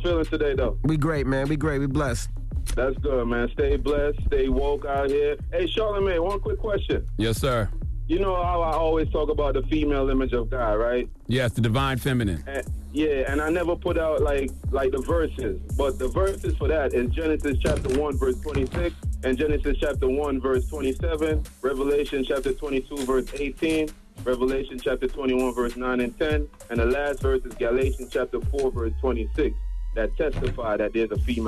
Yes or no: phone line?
yes